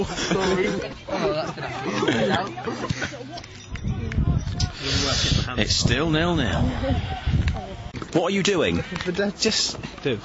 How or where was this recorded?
busy venue